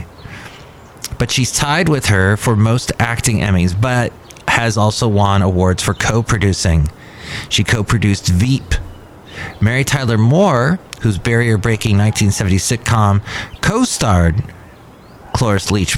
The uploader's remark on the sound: podcasts live from Cafe Anyway